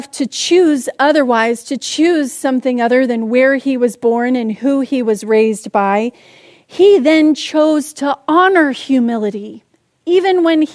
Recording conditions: large echoing room